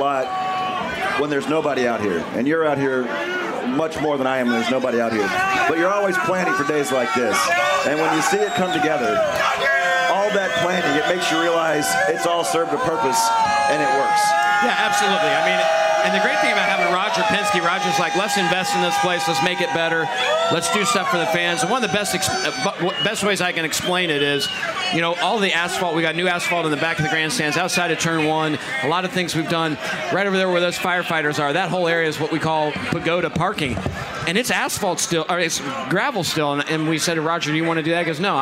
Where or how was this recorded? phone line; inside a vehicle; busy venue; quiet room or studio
busy venue